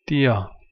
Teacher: Das T ist normalerweise in der schwäbischen Mundart ein D, nur für U wird es zu T.